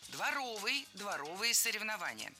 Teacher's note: Прилагательное, образованное от существительного «двор» – дворовый, с ударением на втором слоге и окончанием «ый». Других вариантов словари не фиксируют, так что дворовые соревнования.